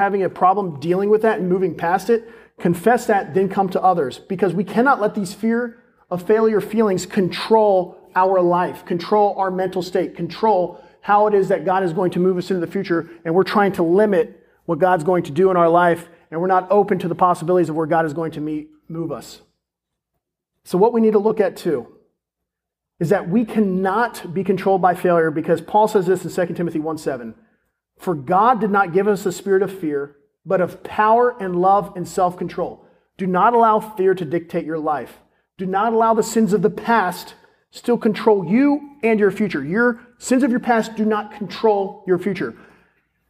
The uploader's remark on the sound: This is a sermon recorded at Olive Baptist Church in Crossroads, the young adult ministry.